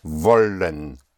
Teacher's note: Wollen is spelled W O L L E N. Again, the W has the sound of a V